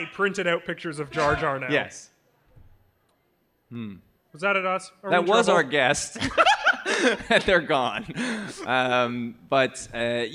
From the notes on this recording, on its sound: Recorded live at Canada FanExpo.